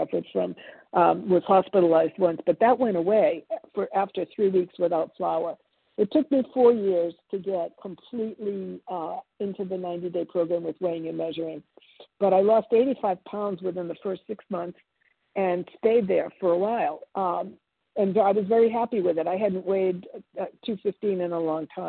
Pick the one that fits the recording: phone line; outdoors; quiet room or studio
phone line